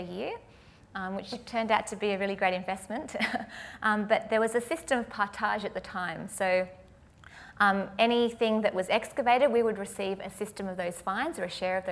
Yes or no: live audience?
yes